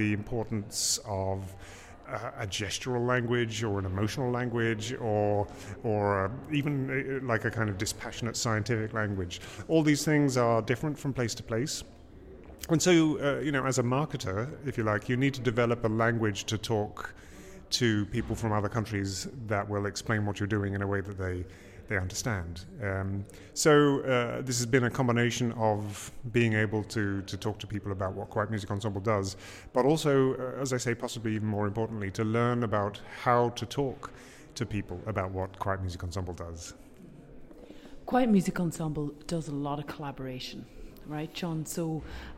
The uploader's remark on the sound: at the 2019 Huddersfield Contemporary Music Festival